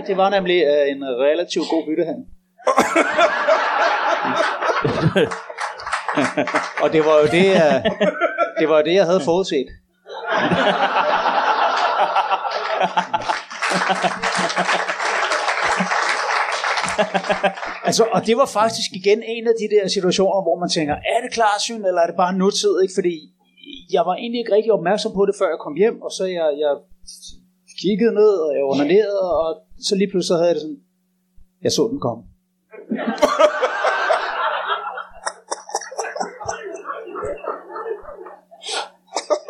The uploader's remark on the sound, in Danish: LIVE fra Kolding. Optaget foran et levende publikum på Tobbers i Kolding. Optagelsen er et par år gammel men blev kasseret da vi mente at lyden ikke var i top.